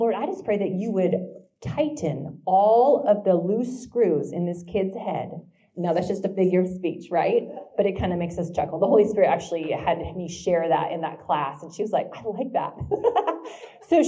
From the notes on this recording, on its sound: This week's LIVE episode comes from the first ever Manhattan, KS Teacher Prayer Breakfast!